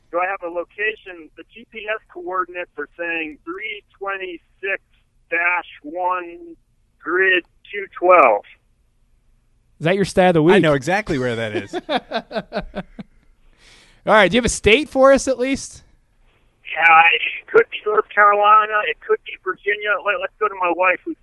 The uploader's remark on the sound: joins us by phone